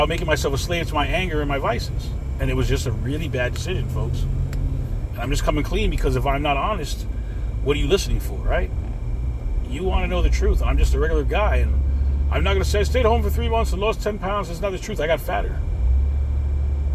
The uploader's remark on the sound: CarCast